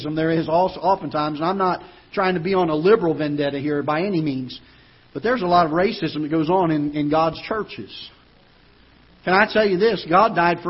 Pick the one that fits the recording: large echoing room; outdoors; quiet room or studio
large echoing room